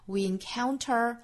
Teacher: we 和 in 连读加小 ye 的音。 We encounter 这个词不要读成 encounter，不是 con 哈，要注意双元音的滑动，从 a 滑动到 on，再带出小鼻音来 encounter。